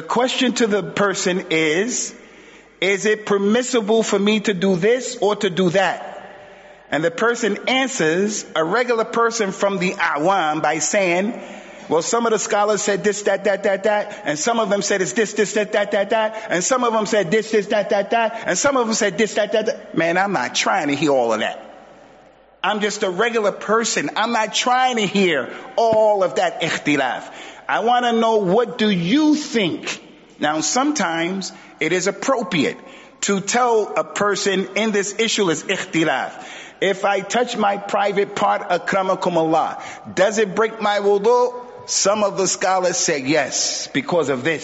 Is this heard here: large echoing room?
yes